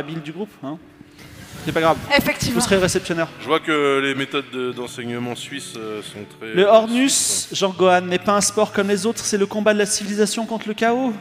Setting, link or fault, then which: setting, live audience